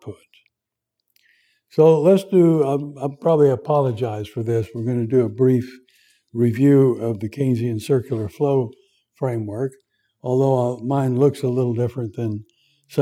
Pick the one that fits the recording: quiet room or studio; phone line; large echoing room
large echoing room